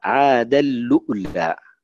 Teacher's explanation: ينطق بهمزة ساكنة بعد لام التعريف